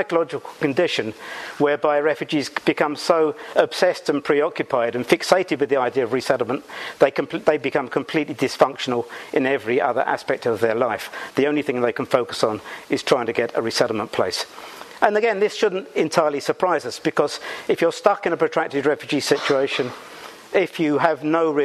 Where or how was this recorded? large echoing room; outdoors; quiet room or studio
large echoing room